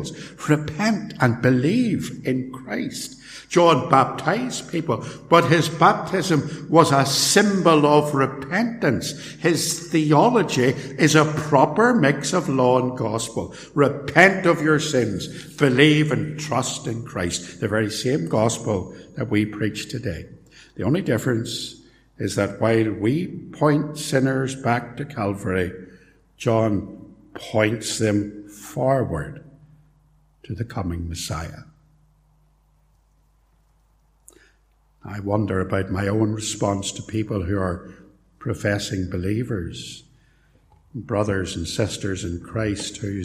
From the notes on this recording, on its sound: Recorded live at Templepatrick Reformed Church, Co.Antrim.